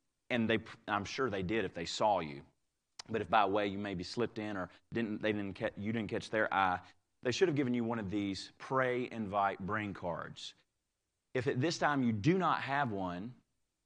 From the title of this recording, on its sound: Live Service